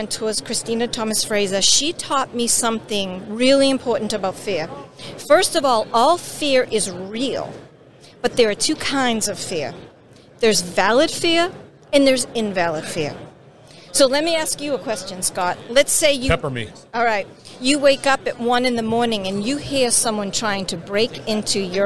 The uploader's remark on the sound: is onsite at the 30th Annual SMRP conference